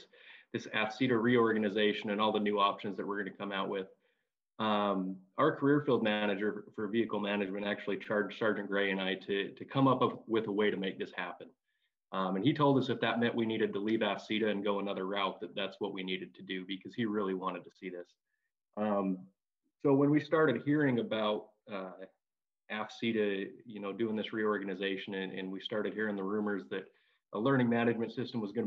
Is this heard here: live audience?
no